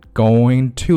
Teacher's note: Going to 这个 to 呢读得很弱啊